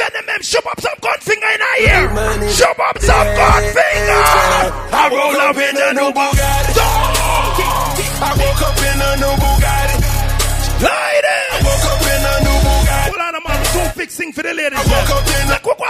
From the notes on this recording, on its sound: Live from Cash Money Thursday Portmore Jamaica